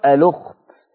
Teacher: فيقرأ بنقل الهمزة حركة الهمزة ويوديها لللام فتبقى اللام مضمومة